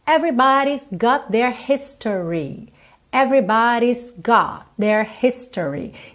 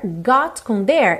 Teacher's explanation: Everybody's got their, got com their, eu junto num T só, tá? Everybody's got their history. · Term: junções